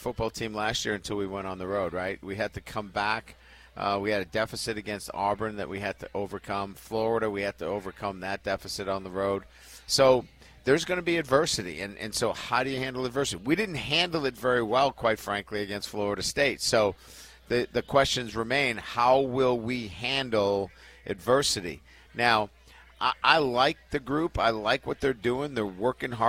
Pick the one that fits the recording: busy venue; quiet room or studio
busy venue